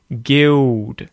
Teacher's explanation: This is where my lips are making the L sound instead of my tongue. · Term: dark L